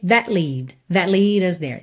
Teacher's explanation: Atenção que a gente não ouviu nada desse T do that lead us there, tá? Poderia ser that lead us there, mas ia ficar um dle, dle, dle.